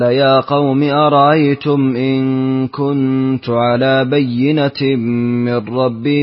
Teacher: قرأت لقالون، سهلت الهمزة الثانية وأسكنت الميم في أرأيتم · Term: تسهيل همزة الثانية